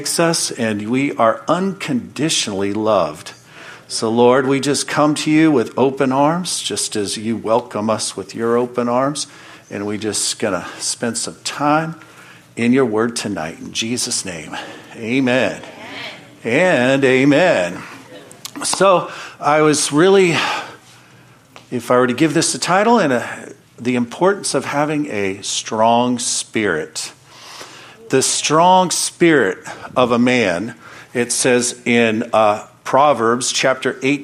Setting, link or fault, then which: setting, large echoing room